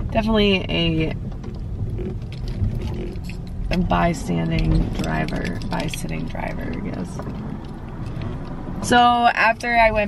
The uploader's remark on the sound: A lot of my life takes place in my car. I realized if I didn't start turning the mic on in the car, I wouldn't record a pod.